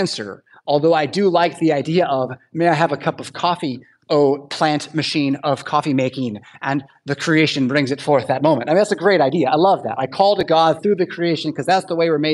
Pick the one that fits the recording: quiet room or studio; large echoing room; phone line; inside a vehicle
large echoing room